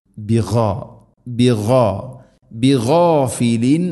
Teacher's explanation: ബിഗാ ഗൈൻ തൊണ്ടയുടെ മുകൾ ഭാഗം, ബിഗാഫിലിൻ എന്നോ അല്ലെങ്കിൽ ആ തരത്തിൽ ഒന്നും ഉച്ചരിക്കരുത്.